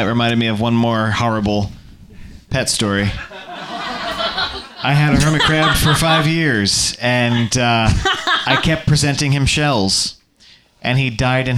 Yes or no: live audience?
yes